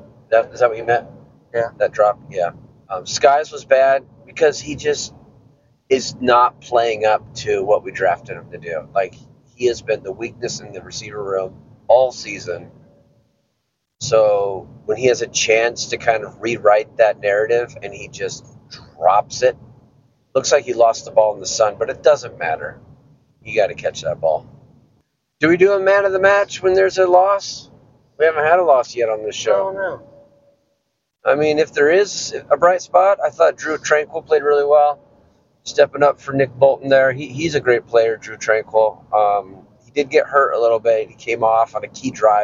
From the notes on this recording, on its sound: Record on the way from a tough tie on their way to witnessing an embarrassing team loss.